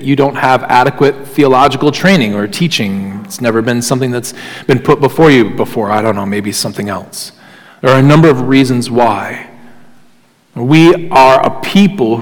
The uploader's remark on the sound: Sermon Audio from Crossway Christian Church